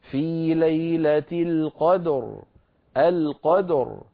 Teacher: فتصير الراء ساكنة وقبلها ساكن وقبله مفتوح إذن مفخمة